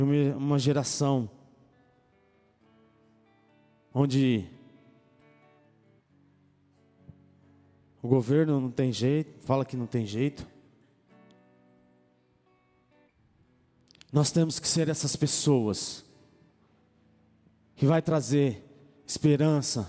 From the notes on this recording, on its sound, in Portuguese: Palavra gravada em 25/09/2016 na igreja Bola de Neve Ermelino Matarazzo